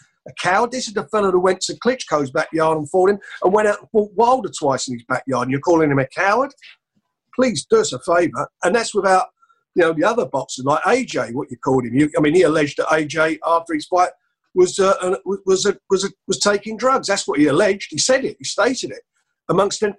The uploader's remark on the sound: On Zoom.